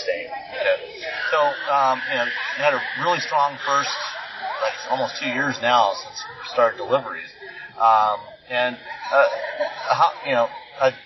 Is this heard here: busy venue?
yes